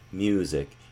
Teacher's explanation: Wouldn't I say in music that I'm doing a M sound followed by a Y, a palatal approximant, and then moving into the U · it starts closer to an I-like vowel and falling onto the U · Term: rising diphthong